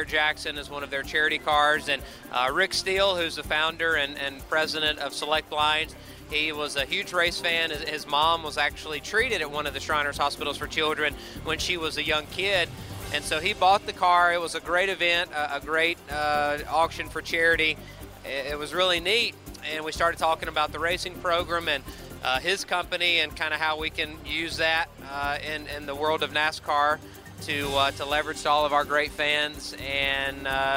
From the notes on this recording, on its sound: Live from Daytona Outback. Listen to our broadcast from Daytona Beach, Florida with the stars of NASCAR.